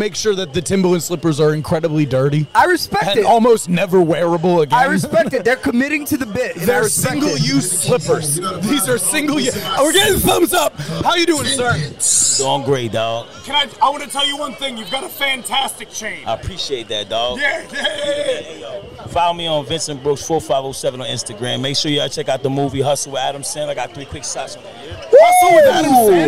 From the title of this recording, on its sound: LIVE from Rucker Park